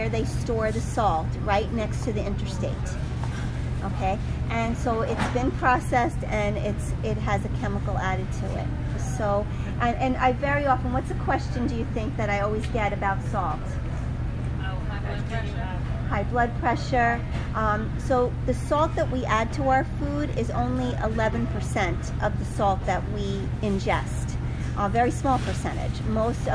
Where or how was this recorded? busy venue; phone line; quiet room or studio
busy venue